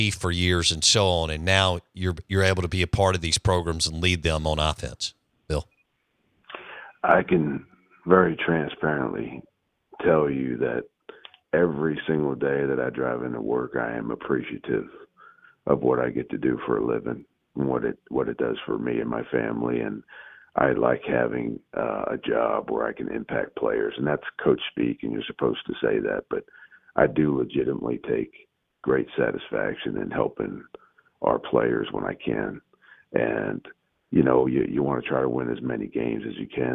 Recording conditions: phone line